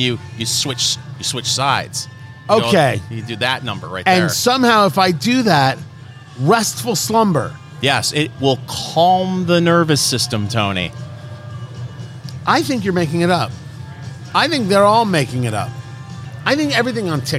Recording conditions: busy venue